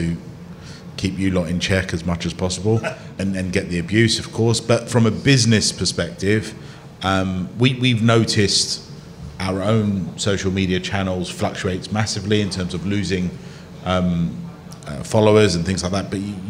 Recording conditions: live audience